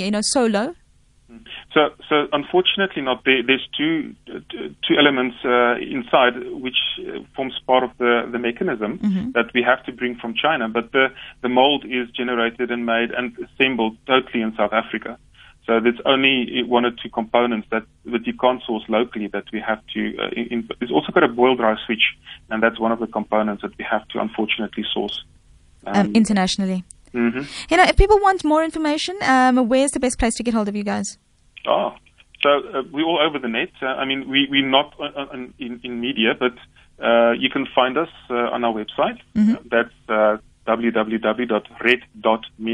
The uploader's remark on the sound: GUEST (Phone)